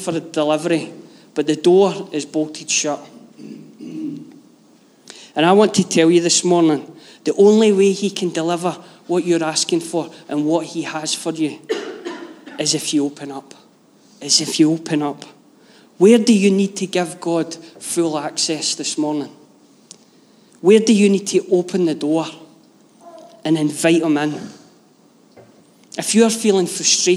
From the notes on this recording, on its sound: Live from our Sunday gathering.